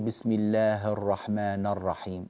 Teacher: طيب، الله يفتح عليك، لما تقرأ بسم الله الرحمن الرحيم اكسر الهاء واكسر النون كويس، بسم الله الرحمن الرحيم هكذا، لا تقول بسم الله الرحمن الرحيم هكذا، النون انفتحت والهاء ضعف كسرها